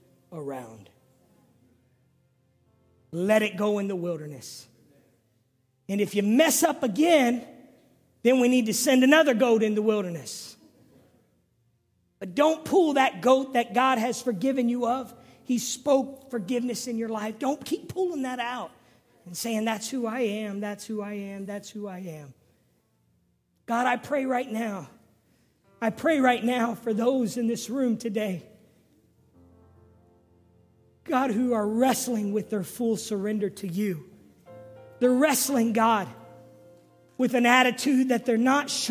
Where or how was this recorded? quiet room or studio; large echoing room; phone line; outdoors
large echoing room